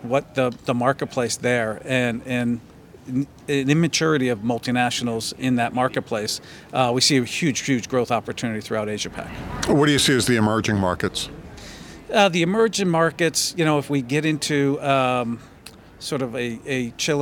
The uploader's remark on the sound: At Riskworld, the RIMS 2023 annual conference.